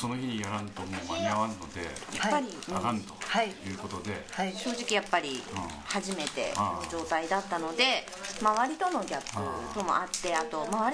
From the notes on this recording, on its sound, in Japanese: かなりリラックスをして、折り紙を折りながらの何とも非常識な収録になりました。電気的なノイズが多いのではありません。